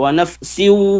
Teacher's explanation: dengungnya ke hidung, ya, ya. Jangan di mulut semua, wa nafsiu, tapi ke hidung juga.